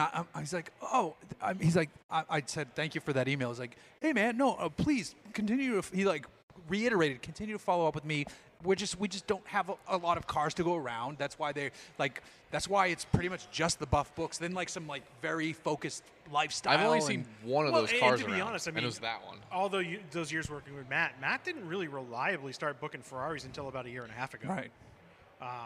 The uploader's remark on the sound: We're recording at 4 Sons Brewing once again